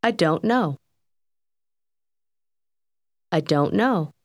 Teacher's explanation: el sonido final de don't casi desaparece